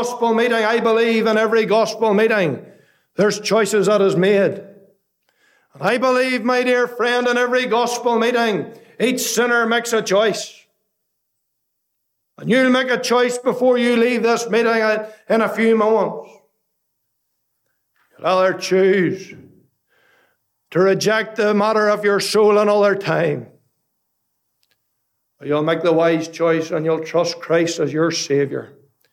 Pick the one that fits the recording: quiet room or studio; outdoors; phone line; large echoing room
large echoing room